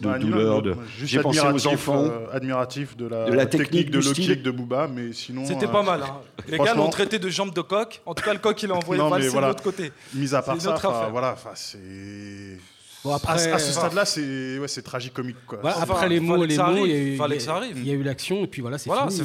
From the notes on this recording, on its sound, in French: Emission enregistrée en public à FGO-Barbara (Paris 18). Le mike est enregistré chaque mois en public au FGO-Barbara à la Goutte d'Or (Paris 18).